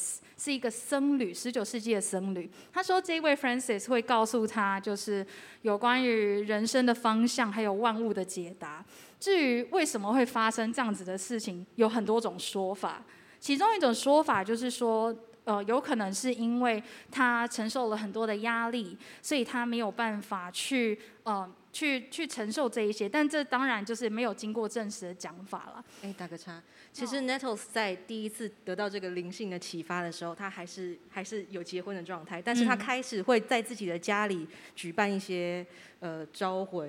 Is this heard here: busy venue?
yes